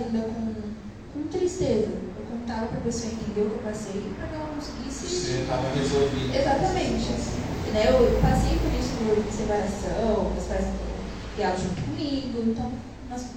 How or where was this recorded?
large echoing room